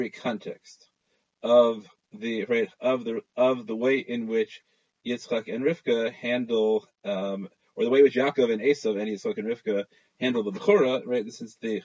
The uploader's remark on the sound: ZOOM Shiur.